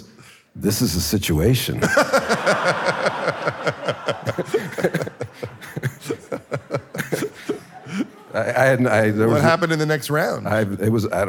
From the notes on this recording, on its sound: Sat down at a sold-out Murmrr Ballroom to share some heartfelt and hilarious stories, and to answer audience questions. Today’s show was recorded in Brooklyn. At Murmrr and Hook and Fade Studios.